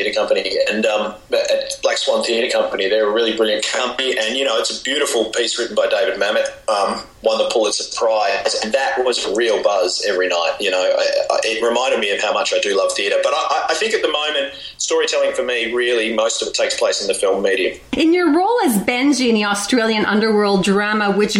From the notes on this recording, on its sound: interview via Skype from Melbourne, Australia